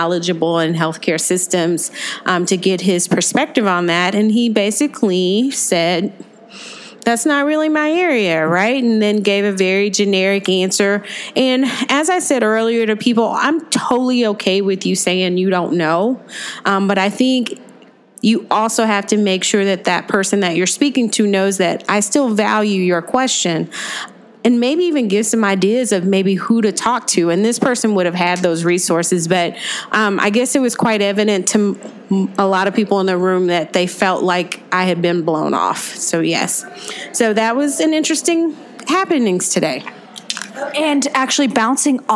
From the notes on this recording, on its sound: LIVE from Graham Sessions 2019 in Austin, Texas